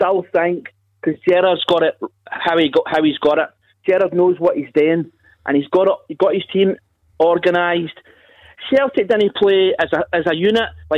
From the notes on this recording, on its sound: Clyde 1 Superscoreboard. Take your calls as we react live.